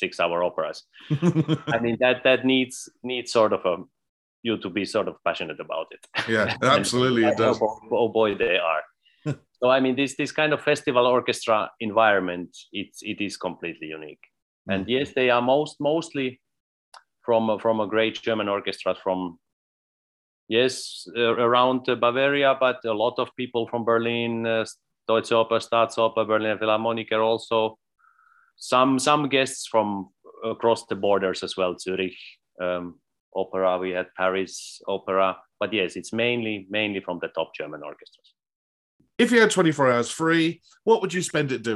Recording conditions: video call